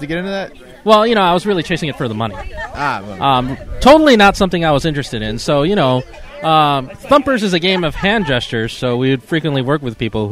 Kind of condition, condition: setting, busy venue